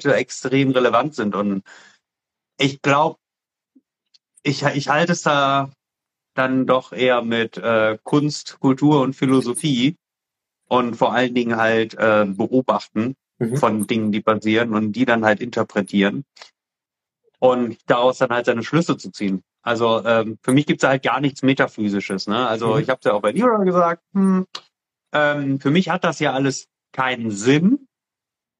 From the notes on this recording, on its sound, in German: in einem Instagram-Live Talk